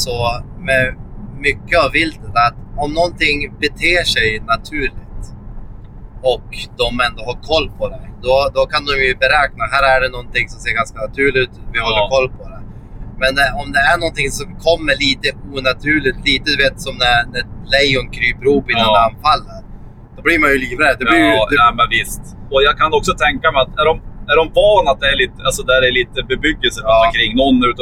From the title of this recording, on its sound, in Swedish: Podd i bilen på väg till Elmia